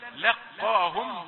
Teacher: لام رقيقة وقاف مفخمة